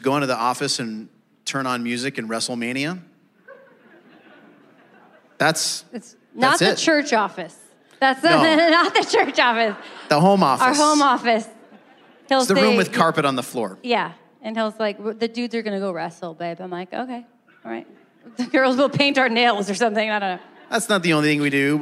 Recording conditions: live audience